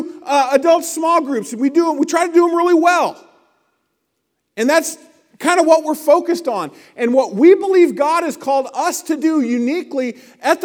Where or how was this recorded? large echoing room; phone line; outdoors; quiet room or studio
large echoing room